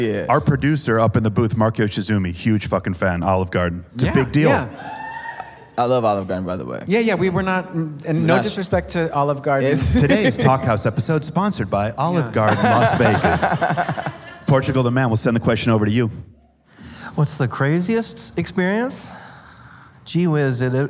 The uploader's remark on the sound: We announced this surprise Talkhouse Podcast live episode at Life is Beautiful less than 45 minutes before it started. By the time the venue where we were recording opened its doors, an impossible line snaked through rows of metal dividers, down the block, and out of sight around the corner.